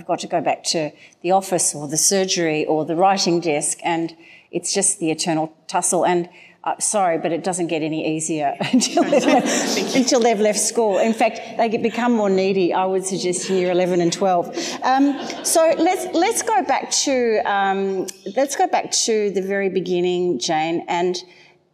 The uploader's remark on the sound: at their recent live event